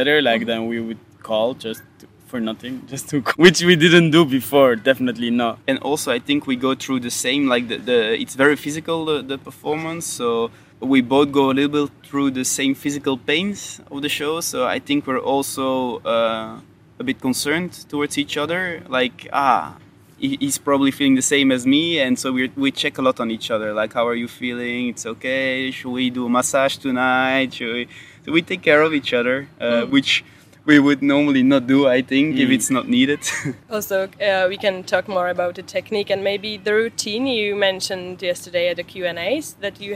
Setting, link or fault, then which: setting, outdoors